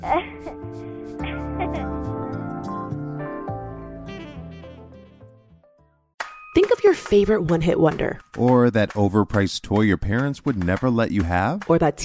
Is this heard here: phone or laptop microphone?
no